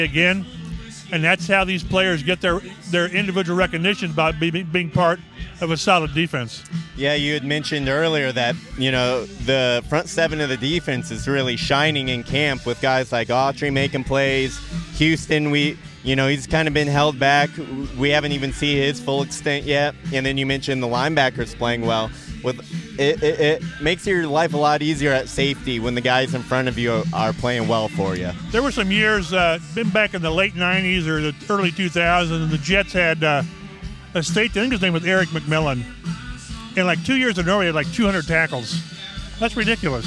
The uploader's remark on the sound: Record the podcast from training camp at Grand Park, where the Colts host the Browns in their first of two joint practice sessions ahead of their preseason exhibition.